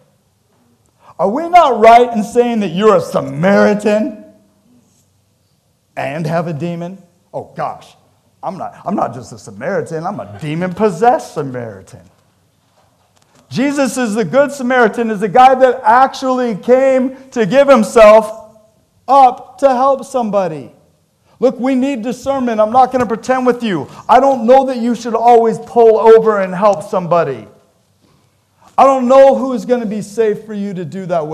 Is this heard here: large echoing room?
yes